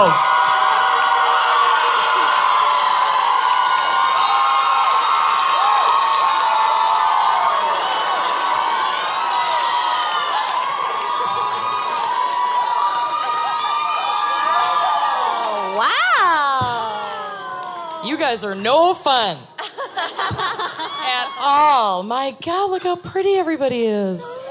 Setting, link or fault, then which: setting, live audience